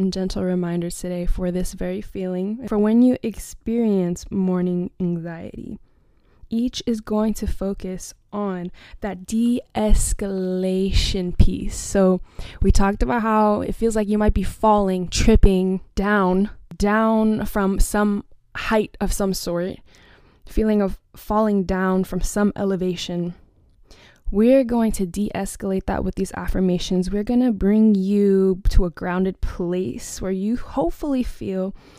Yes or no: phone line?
no